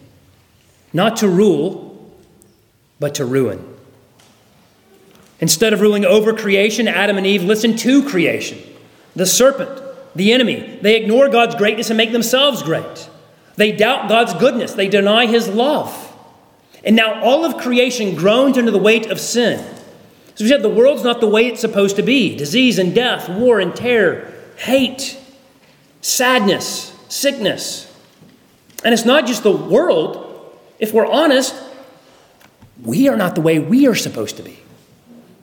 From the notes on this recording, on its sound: at Arlington Baptist Church in Arlington, Virginia